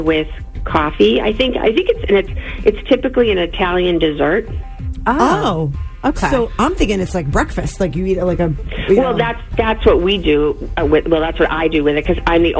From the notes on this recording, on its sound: She called in this morning